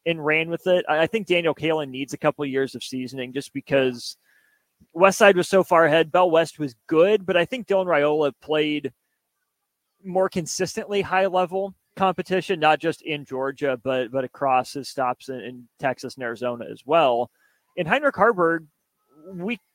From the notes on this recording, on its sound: LIVE from CHI Health Center.